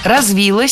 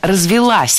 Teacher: Развилась, неверно, правильно, развелась. Ударение ставим на окончание. · Shown in: second take